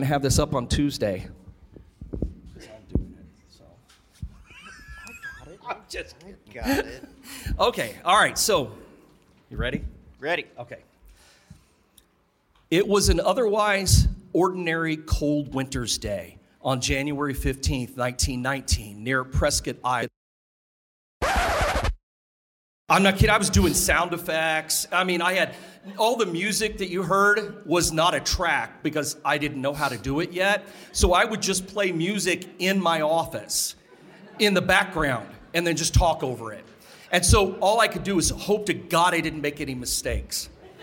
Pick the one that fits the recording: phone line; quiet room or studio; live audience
live audience